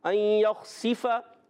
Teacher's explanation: अलग के ऊपर वाले हिस्से से अदा होता है, अई यख्सिफा, सीन को सीटी के साथ बारीक पढ़ना है, और फा का की ज़बर को हमने खींचना नहीं, या